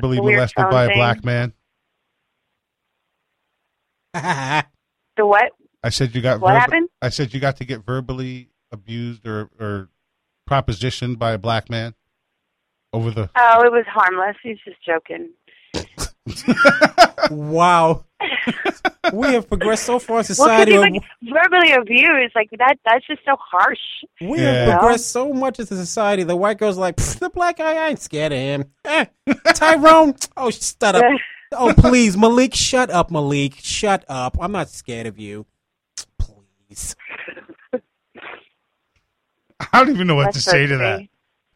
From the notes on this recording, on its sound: lets random phone calls